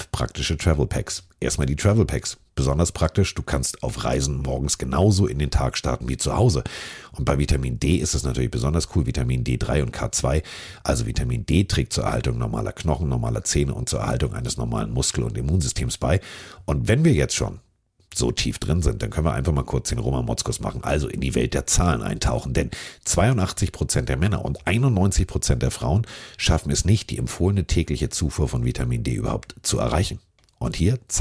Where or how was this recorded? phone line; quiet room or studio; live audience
quiet room or studio